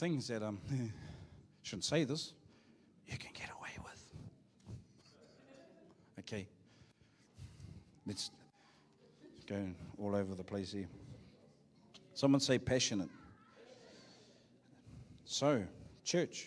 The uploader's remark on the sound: Live from IwiTapu Destiny Church Hawkes Bay